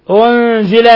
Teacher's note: نون ساكنة جاء بعدها الزاي الحكم التجويدي إخفاء حقيقي